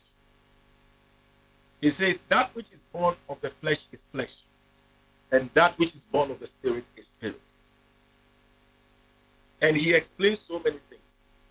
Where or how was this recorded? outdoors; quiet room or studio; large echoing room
large echoing room